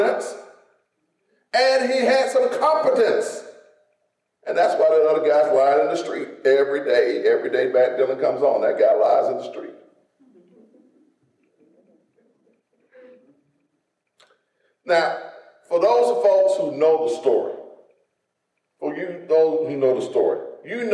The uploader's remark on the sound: In a sermon recorded live on Sunday, January 2nd at Greater Saint Peter